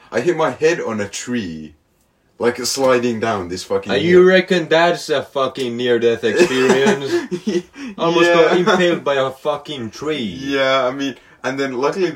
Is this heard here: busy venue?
no